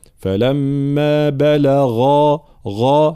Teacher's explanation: لابد من تفخيم الغين ثم بيان الجهر خاصة في حرف الغين عفوا، فلا نقول فلما بلغ غا، لا، فلما بلغ غا، هكذا يكون صوت الغين.